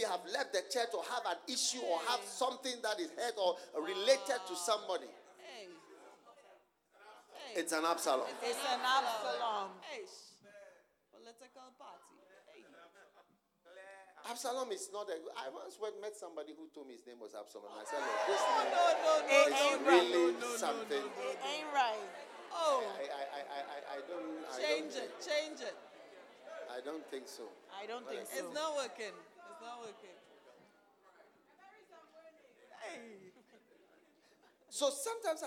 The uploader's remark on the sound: Preached at the Use It or Lose It Camp, USA.